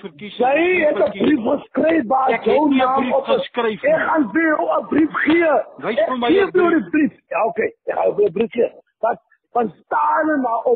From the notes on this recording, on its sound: Telephonic recording. In a recording obtained by the SABC.